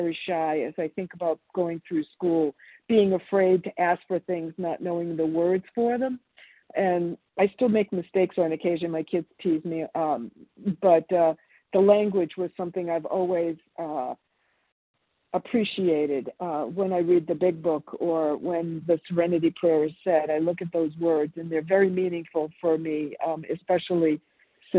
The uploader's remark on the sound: from the 100 Pounders Phone Meeting